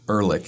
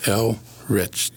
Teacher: Two syllables. You know, nice natural break between the L and the R. · Shown in: second take